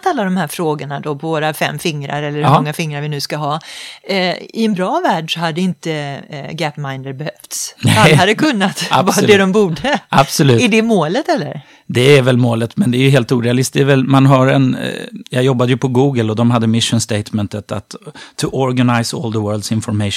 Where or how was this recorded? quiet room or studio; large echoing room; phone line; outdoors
quiet room or studio